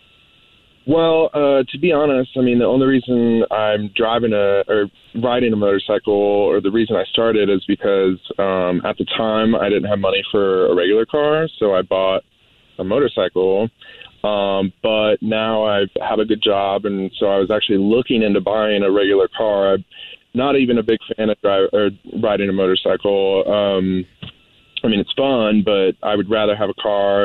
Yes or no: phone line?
yes